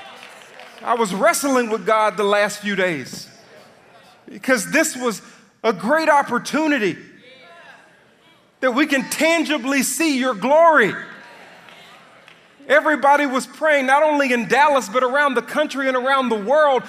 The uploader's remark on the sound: delivered at his Mother’s funeral